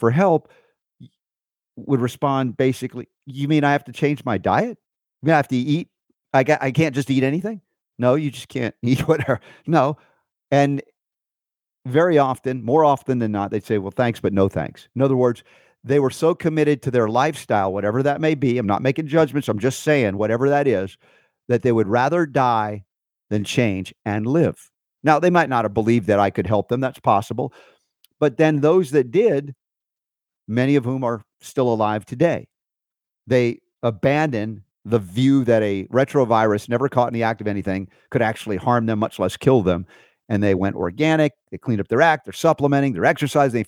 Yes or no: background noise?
no